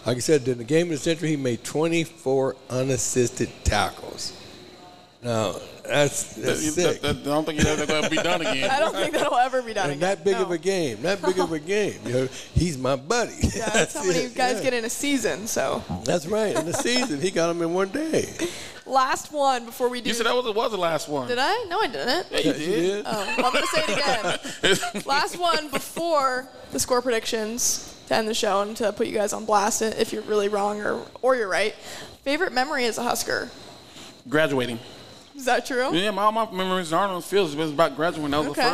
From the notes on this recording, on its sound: Live at the Hurrdat Sports Bar & Grill